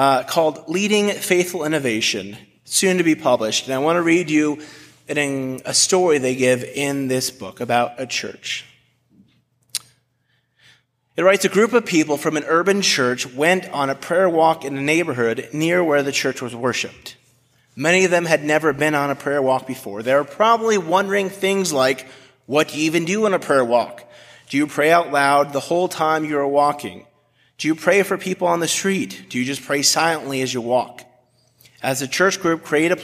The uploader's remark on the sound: A message delivered at Washington Park United Methodist Church